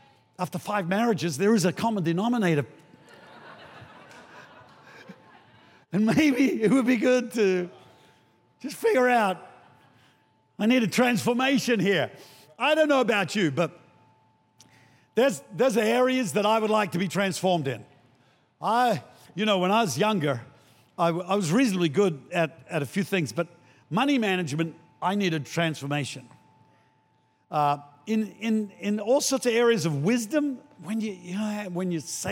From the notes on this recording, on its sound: Recorded during our 9am service on Sunday, the 16th of April 2023